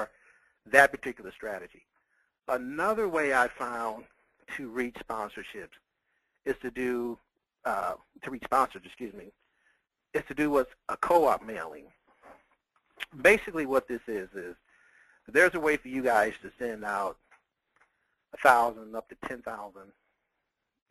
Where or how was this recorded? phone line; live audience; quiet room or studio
phone line